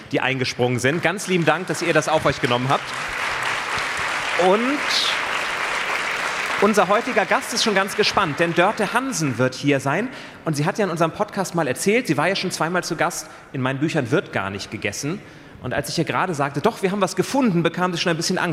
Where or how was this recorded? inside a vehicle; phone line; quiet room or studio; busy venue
busy venue